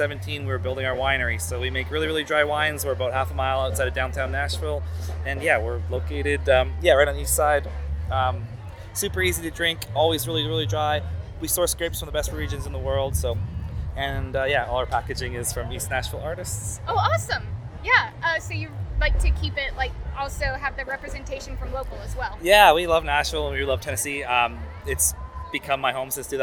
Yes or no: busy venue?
yes